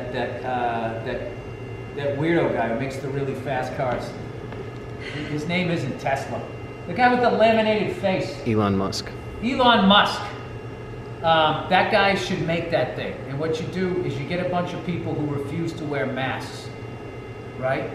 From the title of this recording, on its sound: Live at the Troubadour